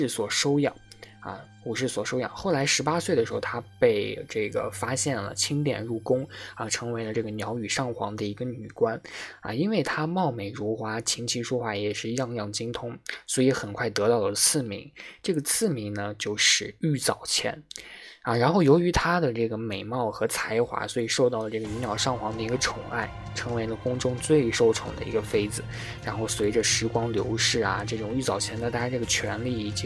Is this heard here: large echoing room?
no